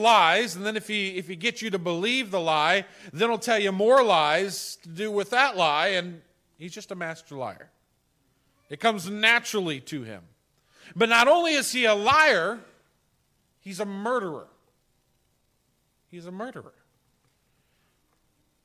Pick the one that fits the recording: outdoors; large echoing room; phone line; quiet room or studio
large echoing room